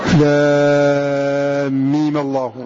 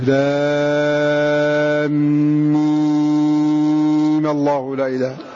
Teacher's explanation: فإن كان معتدا بالعارض قصر لام ميم الله، وإن لم يعتد به مد مد لازم